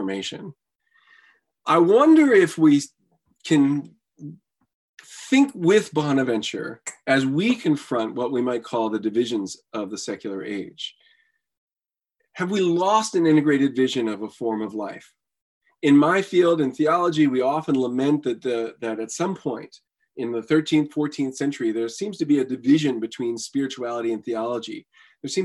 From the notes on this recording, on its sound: A webinar lecture. Part of a spring webinar series.